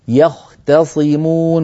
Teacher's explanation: التاء في يختصمون جاورت الصاد، فانتبهي إلى عدم تفخيمها، فلا تقولي يختصمون، يخطى طا صارت هذه شبه الطاء، يختصمون مرققة، حافظي على التاء مرققة، والبقي كان جيد.